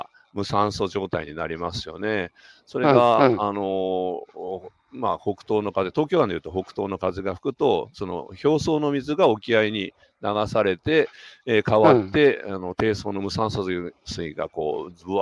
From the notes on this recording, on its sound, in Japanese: 歩きながら1時間、対談する。